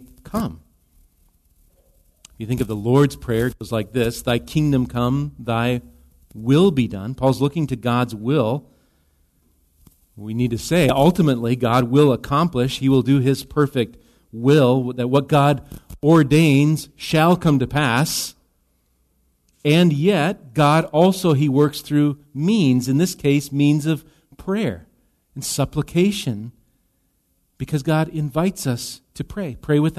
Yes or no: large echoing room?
yes